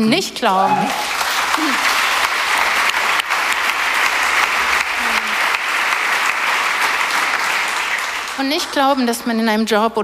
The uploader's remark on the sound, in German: heute live von der Work Awesome